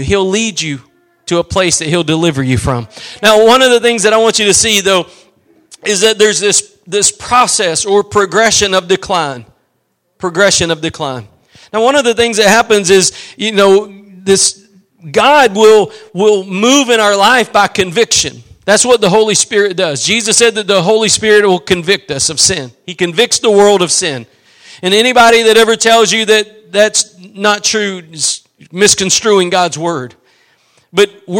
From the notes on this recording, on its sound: Preached at Gospel Lighthouse in Bossier City, La.